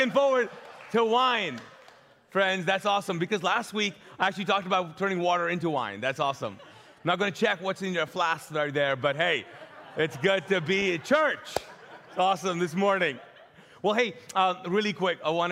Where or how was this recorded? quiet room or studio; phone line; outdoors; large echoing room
large echoing room